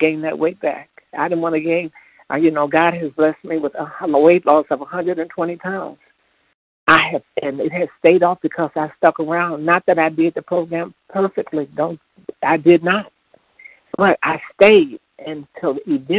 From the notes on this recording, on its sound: 100 Pounders Phone Meeting on 12/2/20